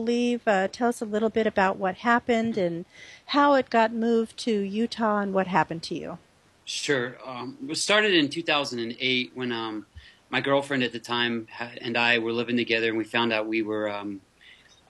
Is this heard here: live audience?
no